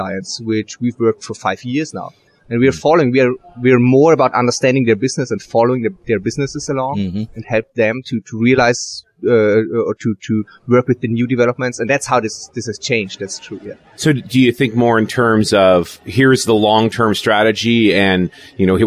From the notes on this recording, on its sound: While at the Norwegian Developers Conference in Oslo, Norway